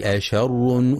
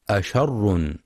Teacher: ينتبه القارئ في كلمة أشر لترقيق الهمزة والشين، فلا يفخمها بسبب مجاورة حرف الراء المفخم · Shown in: first take · فلا يقرأ أشر.